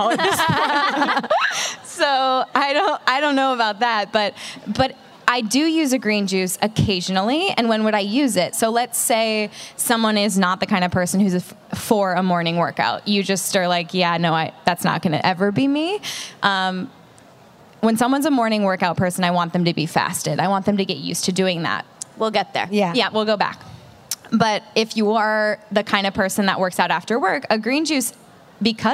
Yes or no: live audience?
yes